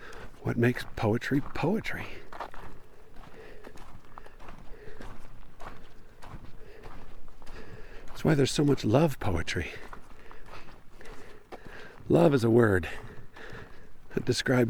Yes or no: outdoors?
yes